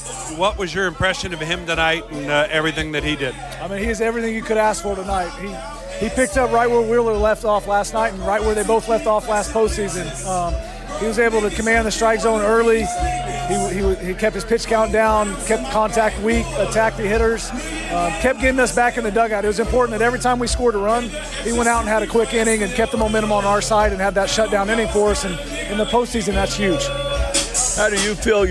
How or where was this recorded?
busy venue